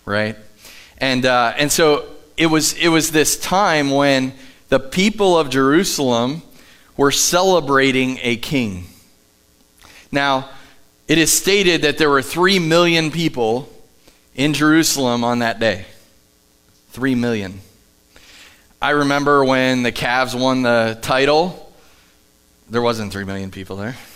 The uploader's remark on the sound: Live from The Summit Church in Dover, OH